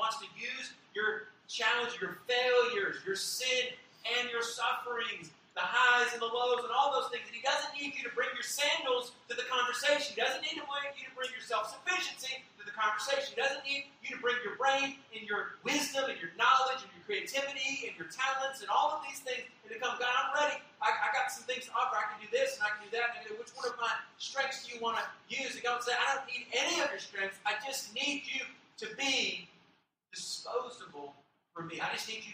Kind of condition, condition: fault, poor microphone